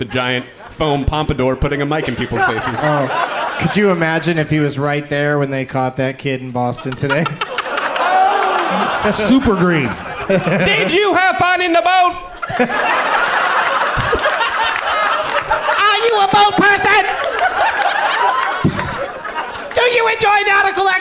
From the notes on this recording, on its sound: Live from Cobb's Comedy Club in San Francisco